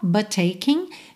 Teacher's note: but taking, você junta num T só